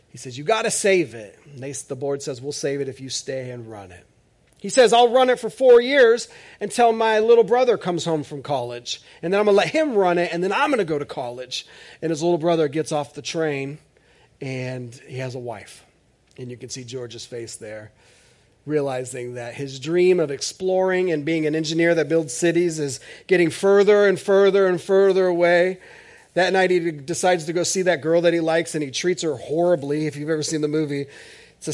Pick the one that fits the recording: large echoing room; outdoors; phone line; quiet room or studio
large echoing room